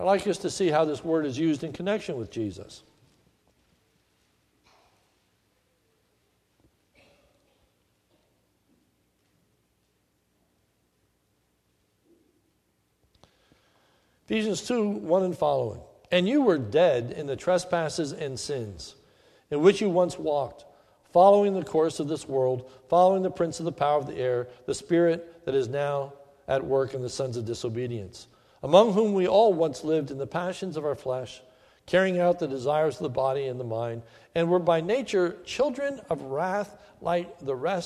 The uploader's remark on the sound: This is a sermon recorded at the Lebanon Bible Fellowship Church in Lebanon, PA om 8/14/2016 during the morning service.